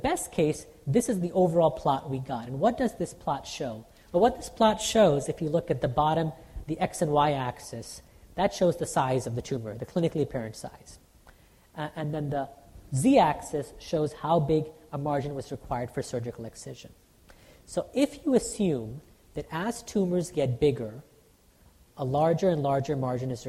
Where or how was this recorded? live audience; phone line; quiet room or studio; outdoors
live audience